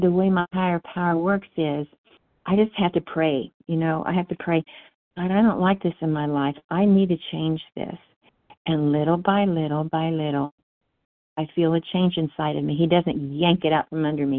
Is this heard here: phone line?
yes